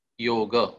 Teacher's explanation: योग बोलने में जो हम ग बोलते हैं उसमें जितना समय लगता है उसका दुगुना लगना चाहिए यो बोलने, क्योंकि यो में ओ एक दीर्घ स्वर है, जो पाणिनी ने ह्रस्व दीर्घ और प्लुत तीन स्वरों को अपने अष्टाध्यायी में व्याख्यायित किया है।